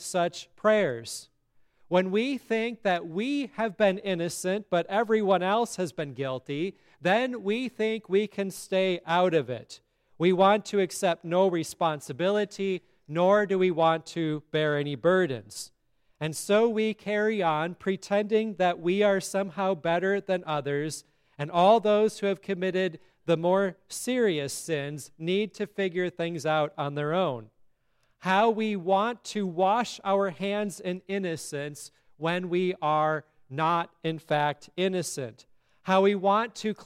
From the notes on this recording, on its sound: sermon at Grace Lutheran Church, Lexington, MO